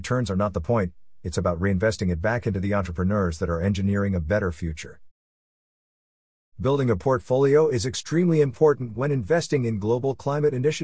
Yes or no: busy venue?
no